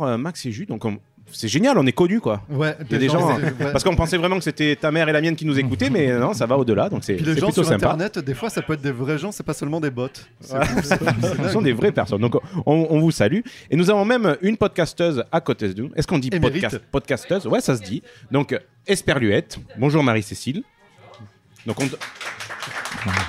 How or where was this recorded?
busy venue